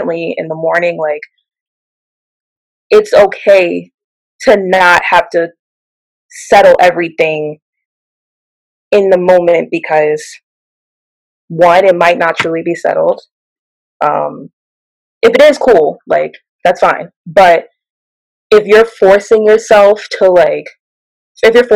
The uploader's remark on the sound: we had some slight technical difficulties this time around